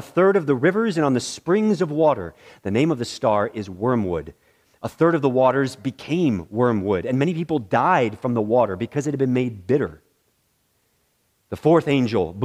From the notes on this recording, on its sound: in the morning worship service at Bethany Baptist Church